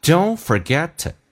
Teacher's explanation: 这个 to 可以弱化成 t 加一撇